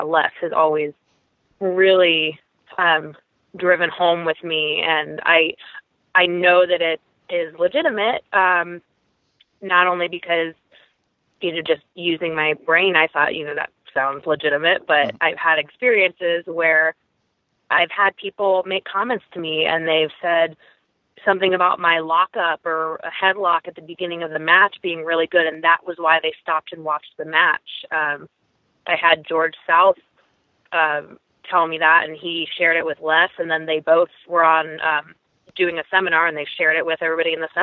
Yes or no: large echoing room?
no